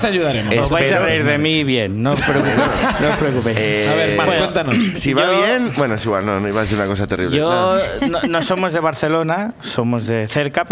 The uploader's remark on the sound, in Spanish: Nos pone un audio de whatsapp contando el horror que sucedió en su casa. El público sube a compartir historias.